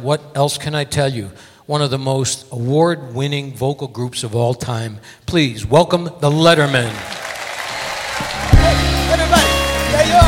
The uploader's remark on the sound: Live at the South Point Casino